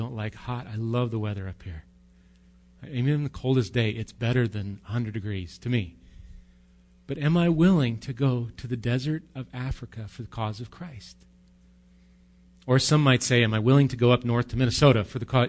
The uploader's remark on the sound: Recorded live at Bethany Bible Church.